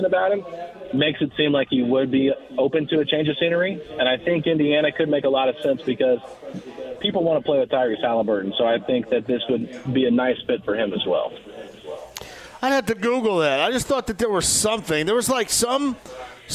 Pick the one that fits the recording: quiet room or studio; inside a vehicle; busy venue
busy venue